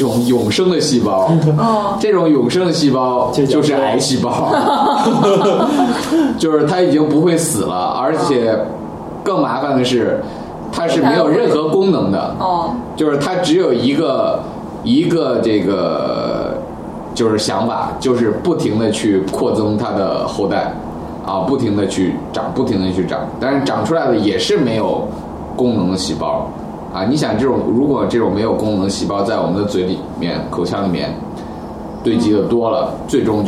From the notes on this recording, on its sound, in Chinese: 本期节目为在张大妈办公区用录音笔录制，可能有街道上的杂音，请见谅。